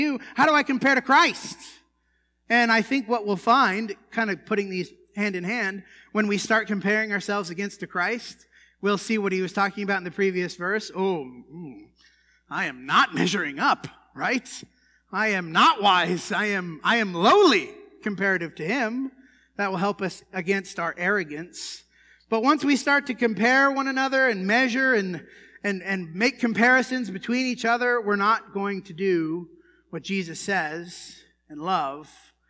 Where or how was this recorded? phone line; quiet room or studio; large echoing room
large echoing room